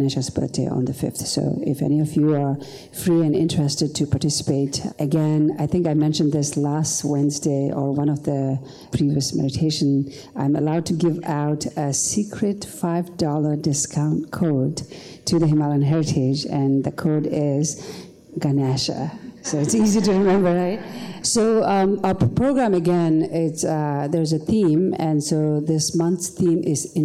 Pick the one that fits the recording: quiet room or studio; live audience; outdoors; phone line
live audience